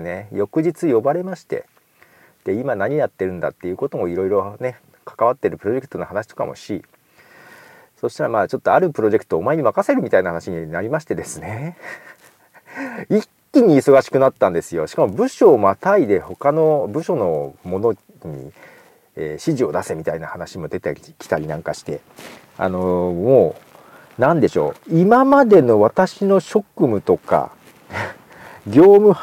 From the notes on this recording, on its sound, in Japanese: 豊田市美術館へ行きました。新しく購入したラベリアマイク（ Comica BoomX-D2 ）のテストも兼ねて、美術館前で写真を撮りながら収録しています。